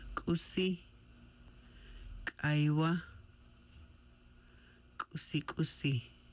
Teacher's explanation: The sound is made toward back of the mouth, stopping the breath and releasing it, with throat tense and vocal cords closed. Sounds like the K with catch in the throat · Term: hard K